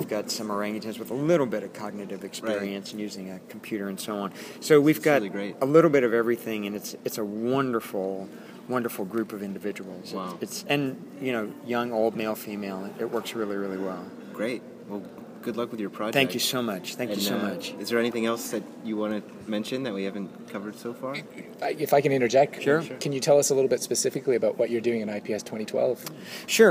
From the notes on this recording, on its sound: On location at the 24th Congress of the International Primatological Society in Cancun, Mexico.